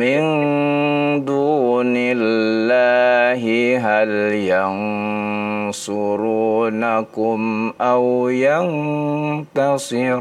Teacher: Min ikhfa'nya ditahan dua harokat